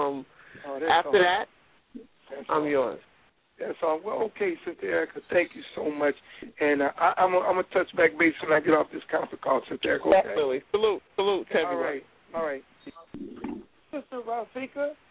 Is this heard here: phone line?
yes